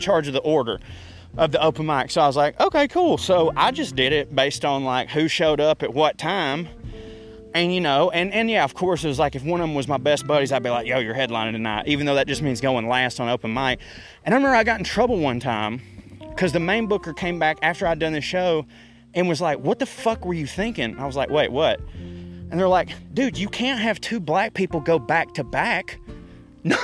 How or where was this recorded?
outdoors